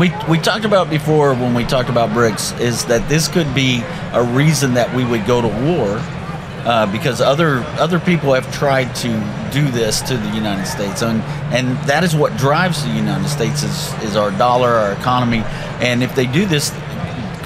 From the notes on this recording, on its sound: LIVE from Indy. We are doing the show LIVE from the Indiana Convention Center in Indianapolis, Indiana.